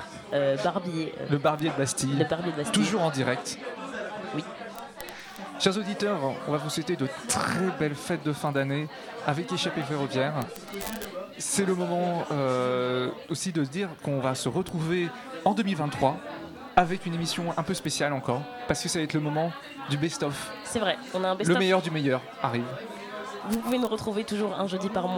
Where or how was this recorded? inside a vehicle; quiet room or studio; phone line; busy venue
busy venue